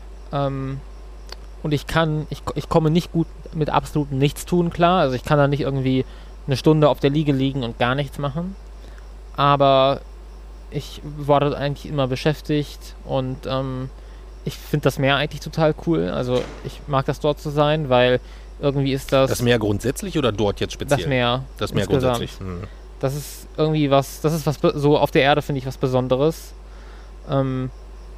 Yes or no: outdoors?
yes